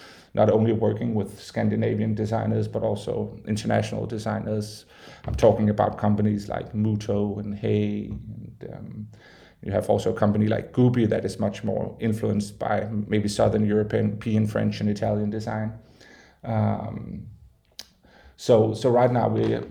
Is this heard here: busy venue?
no